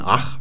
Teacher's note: es wird immer hinten velar gesprochen, nicht palatal